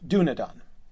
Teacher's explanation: The E is short, Dúnedain. But the accent is on the first syllable. That's what the accent shows you where the stress lies and tells you that that vowel is long.